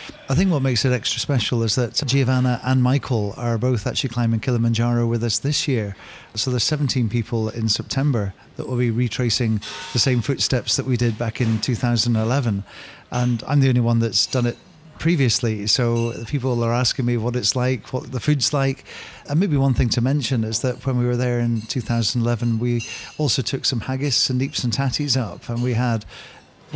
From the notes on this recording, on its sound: A live recording from a special fundraising dinner at Eusebi's in Glasgow.